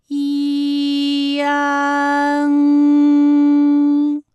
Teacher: 部与硬腭的前部闭合，使在口腔受到阻碍的气流从鼻腔里透出，口型由开到合，舌位移动比较大。安，哎，我把这个过程当中啊给大家发的细一些，大家可以仔细听我的发音哈，从前啊开始，安，哎，我发的比较慢。那实际我们发安的时候呢，不用这样的慢哈，让你感受到啊到呢的一个变化，直接我们发出安就可以了。那最后这个声音呢，是从鼻腔里发出的，大家可以跟我练一组例词啊，参战。参战，反感，反感，烂漫，烂漫。好，下面呢，我们来发一安的发音。发音的时候呢，从前高不圆唇元音一开始，舌位向前低元音啊的方向滑降，舌位只降到半低前元音 i 的位置就开始升高，发 i 后软腭下降，逐渐增强鼻音色彩，舌尖迅速移到上齿龈，最后抵住上齿龈，做出发鼻音呢的状态。大家可以跟我来感受一下啊，一安，哎，这三个音发完整，我们每一个状态呢都能知道它的音的流向，当然最后一定还是要归到鼻音呢才算是发